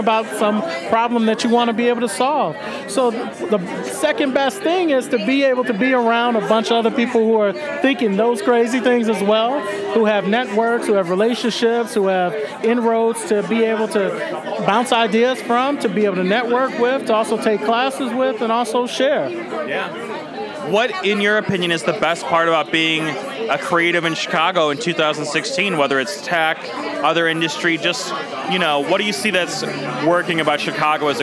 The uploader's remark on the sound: Recorded at SXSW 2016 on Monday, March 14th